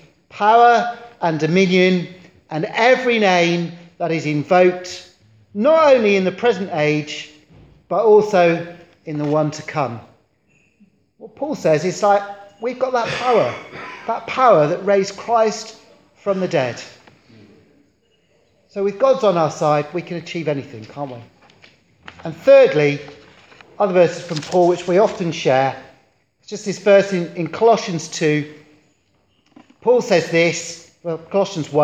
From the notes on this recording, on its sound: Recorded at Beacon Church 8th Jan 2017